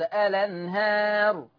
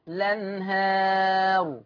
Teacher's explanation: الآية 13 الأنهار، هننقل فتحة الهمزة إلى اللام فتقرأ الأنهار الأنهار، وكما هو معلوم حال البدء بها إما إثبات همزة الوصل الأنهار أو حذف همزة الوصل والبدء باللام مباشرة · Shown in: second take · لنهار هكذا.